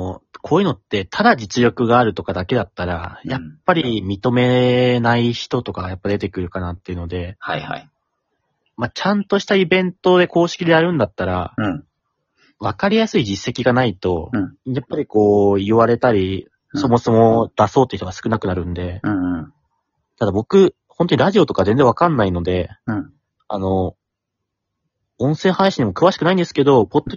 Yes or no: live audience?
no